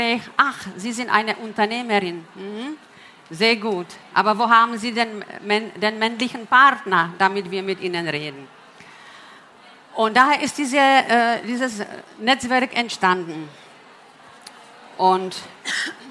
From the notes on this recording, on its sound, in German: Von der herCAREER EXPO live und aus der herCAREER-Community. Der Vortrag wurde im Rahmen der Messe herCAREER 2021 aufgezeichnet.